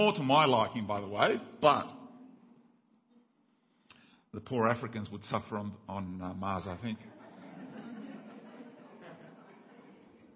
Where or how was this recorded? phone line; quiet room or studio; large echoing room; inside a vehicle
large echoing room